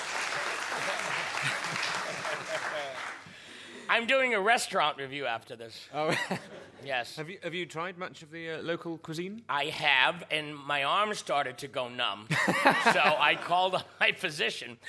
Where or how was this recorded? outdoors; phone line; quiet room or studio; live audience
live audience